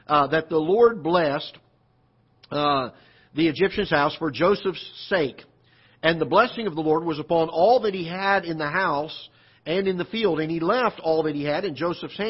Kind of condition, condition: setting, large echoing room